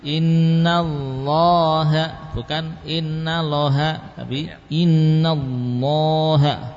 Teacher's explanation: lafaz al-jalalah Allah, memang tidak ada tanda mad. Tapi bacalah panjang lamnya. · Term: Lamnya panjang